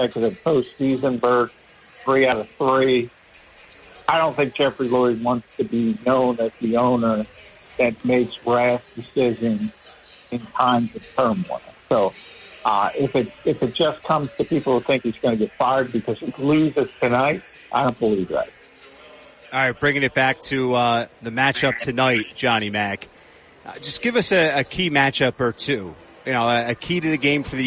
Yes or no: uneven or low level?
no